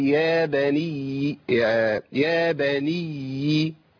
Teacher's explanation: لو وقفت عليها أقف عليها بياء بزمن حرفين